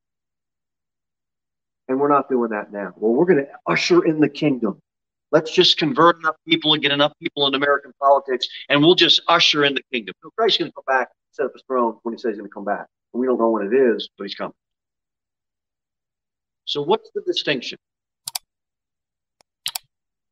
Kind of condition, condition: setting, large echoing room